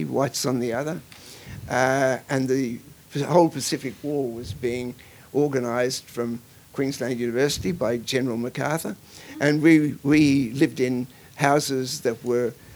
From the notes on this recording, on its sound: This is a live recording from our event.